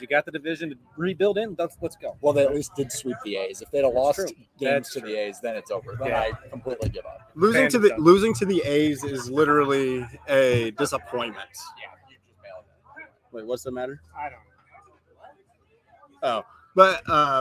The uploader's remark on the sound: LIVE FROM RUDY'S!